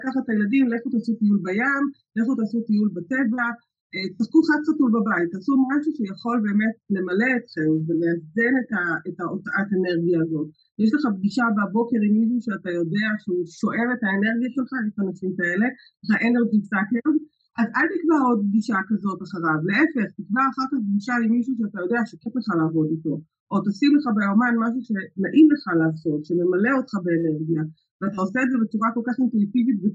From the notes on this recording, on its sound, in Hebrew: לצערי במהלך הקלטת השיחה שלנו היו בעיות סאונד. שנבעו כנראה מחוסר הניסיון שלי בהקלטת וולוג ופודקאסט.